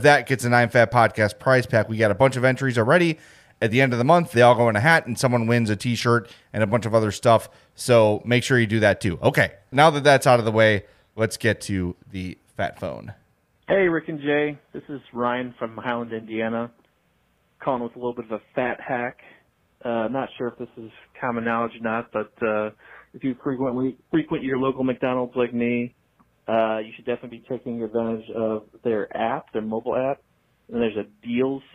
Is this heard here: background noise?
no